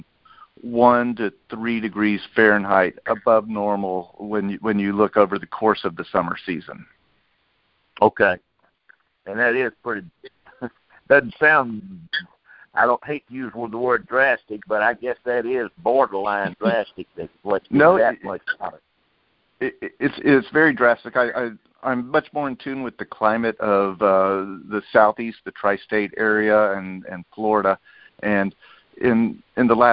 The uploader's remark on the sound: Monthly Conference Call.